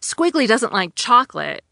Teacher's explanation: the exclamation point makes us read it louder without raising the tone at the end.